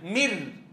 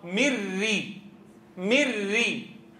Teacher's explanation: إلى راء ساكنة. النون الساكنة أصبحت راء ساكنة، مر، وبعدين لقت راء مكسورة، مري، مري. · Term: إدغام كامل